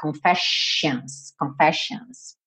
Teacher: esses dois S vão ter som de X, ou SH